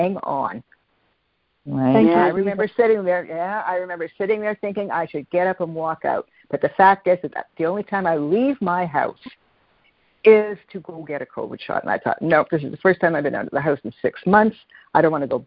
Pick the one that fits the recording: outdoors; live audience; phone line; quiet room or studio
phone line